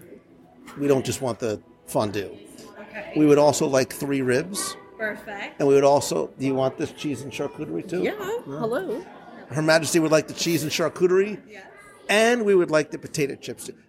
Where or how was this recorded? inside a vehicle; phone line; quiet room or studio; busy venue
busy venue